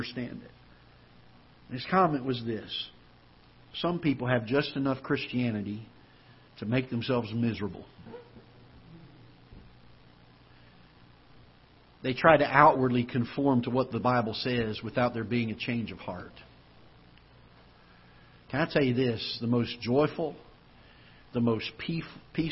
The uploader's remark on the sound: Ketha Heights Baptist Church ~ Live Broadcast.